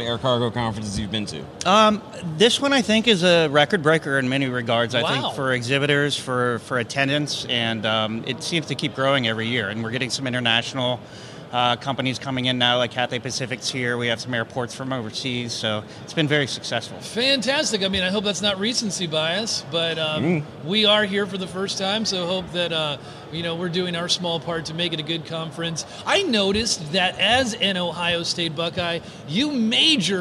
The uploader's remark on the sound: Air Cargo 2020 Nashville. We're coming to you live from Air Cargo 2020 in Nashville.